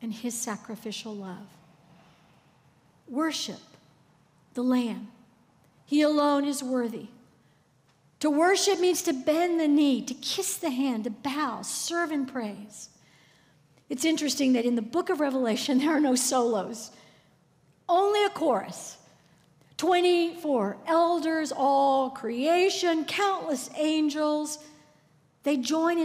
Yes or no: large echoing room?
yes